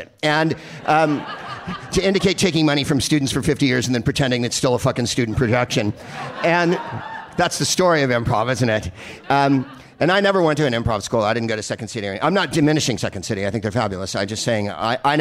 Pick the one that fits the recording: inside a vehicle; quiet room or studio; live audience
live audience